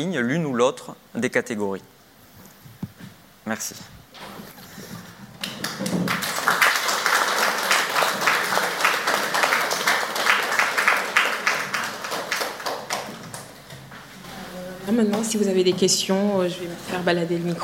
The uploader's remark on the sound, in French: Table ronde enregistrée lors de la 5e édition de la Nuit de l'ENS